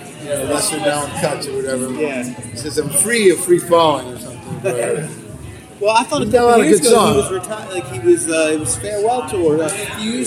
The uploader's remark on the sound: backstage at Firefly Music Festival